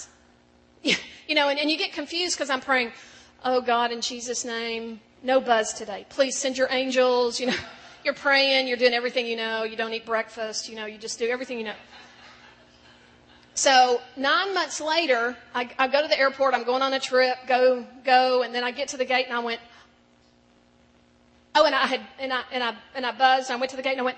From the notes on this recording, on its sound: In this last session of The FOCUS Conference